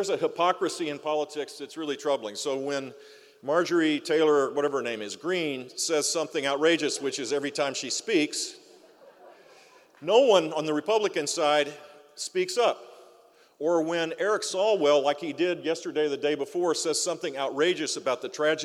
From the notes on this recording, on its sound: Recorded live at the Greater Fort Lauderdale Alliance, Mid-Year Meeting. Seminole Hard Rock Hotel & Casino, Hollywood, FL.